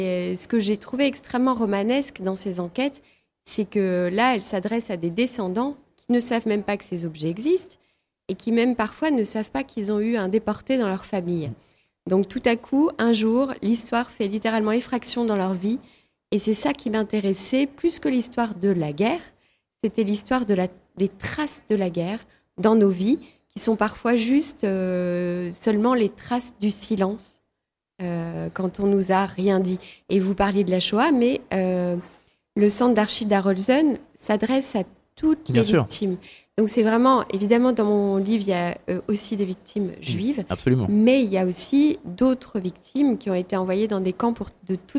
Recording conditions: busy venue